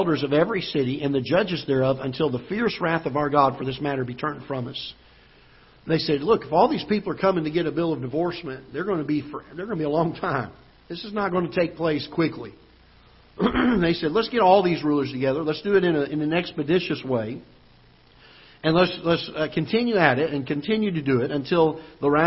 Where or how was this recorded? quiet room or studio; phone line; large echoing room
large echoing room